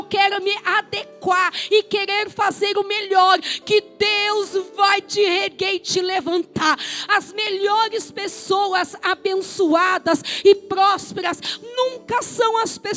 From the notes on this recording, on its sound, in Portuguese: Gravação ao vivo feita na Comunidade Evangélica Casa do Pai Piracicaba no dia 21.07.2021